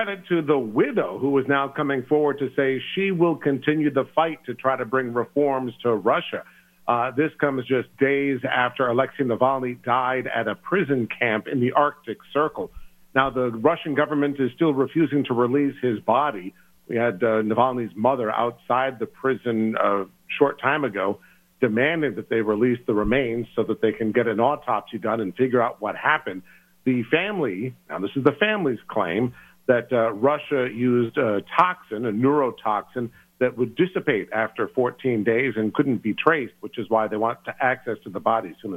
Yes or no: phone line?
yes